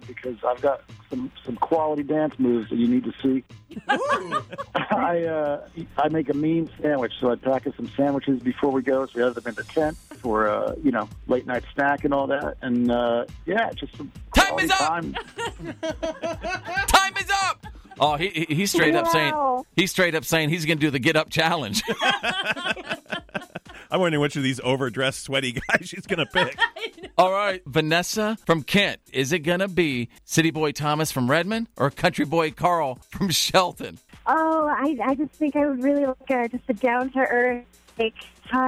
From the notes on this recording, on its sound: They called in this morning